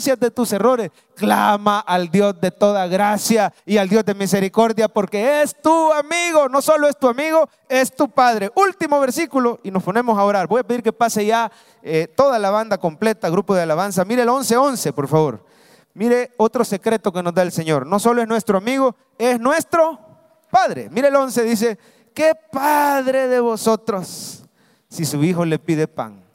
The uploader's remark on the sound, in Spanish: mensaje predicado en vivo desde el Centro Familiar de Adoración, Domingo 9 de Abril 2023